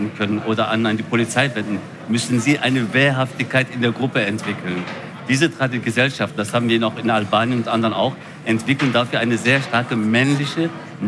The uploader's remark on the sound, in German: Spezialabend zum Thema Jugendgewalt live aus der Millennium City. Zu einem „Pro und Contra Spezial“ aus im Segafredo Millennium City.